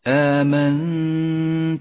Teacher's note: والغنة هنا مرققة لأن حرف التاء مرقق